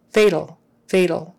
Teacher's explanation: That A, that vowel before it, it's almost a throwaway vowel that you're hardly pronouncing at all. It's just more like your tongue goes up to the L